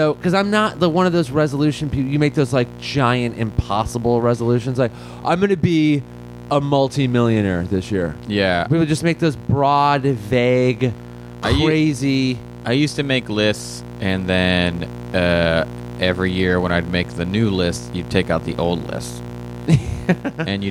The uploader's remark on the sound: This episode contains minor background buzzing sounds due to an audio problem on our end.